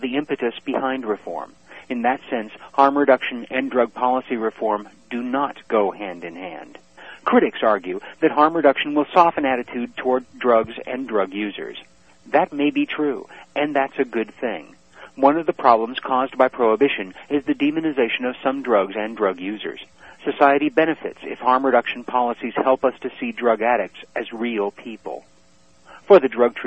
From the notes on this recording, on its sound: Drug Policy Alliance teleconference